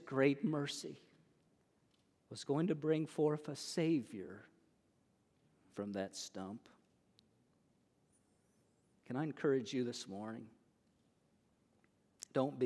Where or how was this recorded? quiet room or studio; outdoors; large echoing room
large echoing room